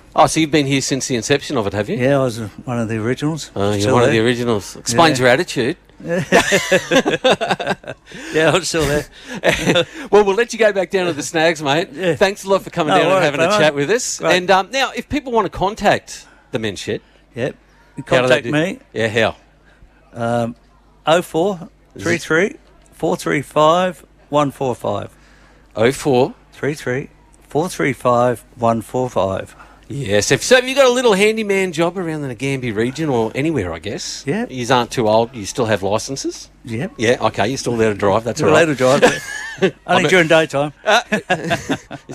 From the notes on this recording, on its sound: A special outside broadcast live from the 2024 Nagambie On Water Festival with thanks to Go Nagambie from Lake Nagambie.